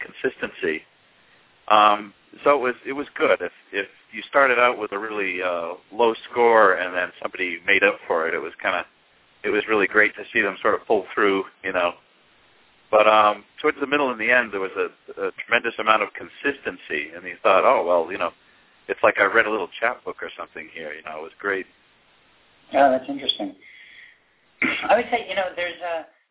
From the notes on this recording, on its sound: In this live broadcast! Called in live to read their poems.